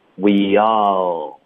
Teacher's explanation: 结尾 L 的音呢，我们的舌尖会顶着上颚发这个 L，不要动嘴唇发呜的音。Weall，OK，你应该发 all 的过程中呢，从头到尾都是能看到牙齿的。如果你看不到牙齿，那就是你嘴唇